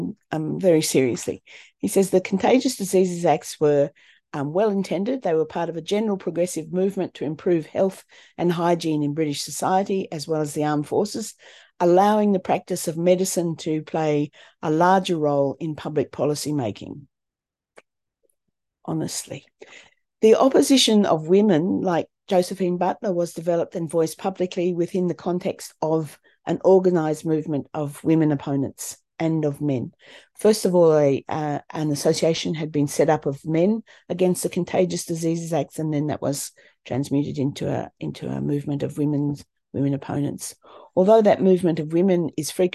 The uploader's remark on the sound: A live webinar on 10am Sunday 19th November 2023.